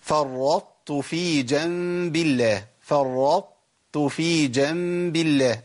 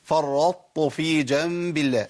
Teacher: بضغمها بجيب تاءين بس التاء الاولى فيها اطباق · Shown in: first take · Term: ادغام ناقص